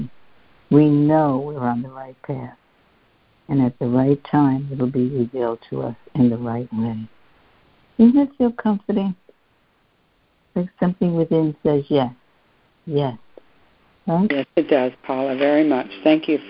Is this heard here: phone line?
yes